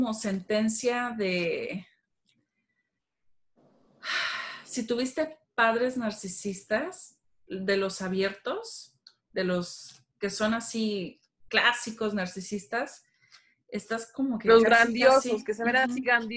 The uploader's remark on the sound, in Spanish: No debí de haber peinado a mis perritas mientras grababa (ese es el sonido raro que se ecucha).